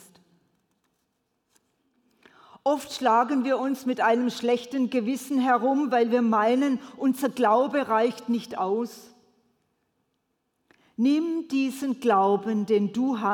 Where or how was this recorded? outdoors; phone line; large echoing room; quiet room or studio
large echoing room